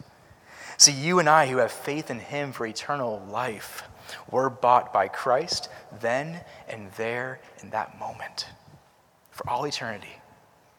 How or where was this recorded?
large echoing room